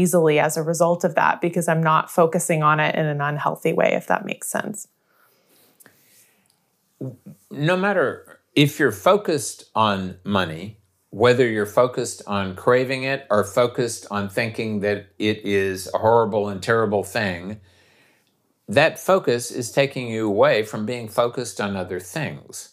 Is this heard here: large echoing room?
no